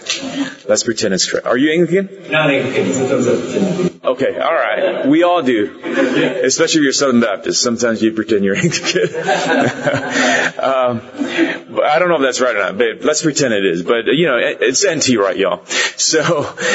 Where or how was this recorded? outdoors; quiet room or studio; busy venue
busy venue